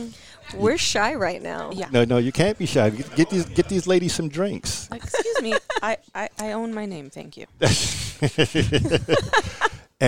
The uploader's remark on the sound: I was joined by many friends and contributors and team members at Splash Mocha in Houston. There was a small gathering in my suite as we kicked off the site and you will hear the festivities and jovial atmosphere in the background. Normally I would have done this in a quiet space but I wanted everyone who was listening to hear the energy in the room.